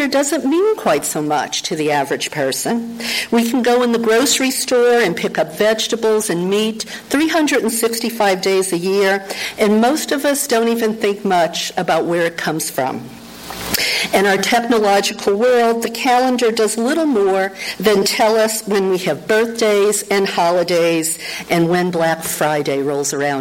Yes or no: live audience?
yes